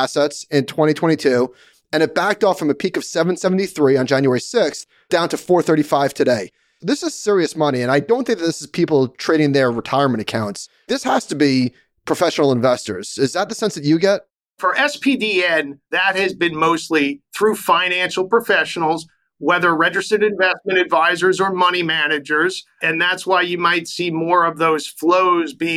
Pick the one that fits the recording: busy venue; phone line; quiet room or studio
quiet room or studio